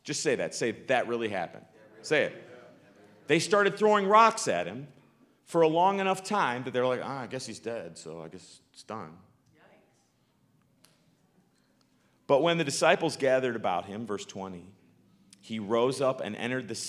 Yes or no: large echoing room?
yes